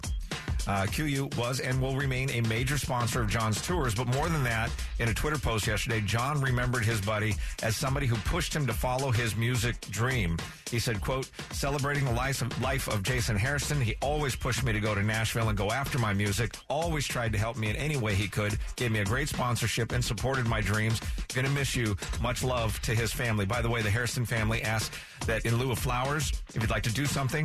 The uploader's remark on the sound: After many comments and phone calls